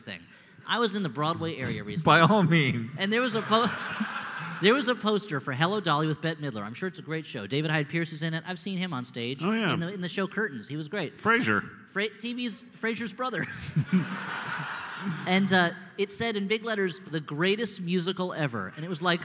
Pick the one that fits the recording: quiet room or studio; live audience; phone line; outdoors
live audience